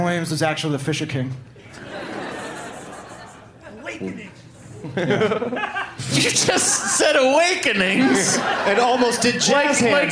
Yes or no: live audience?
yes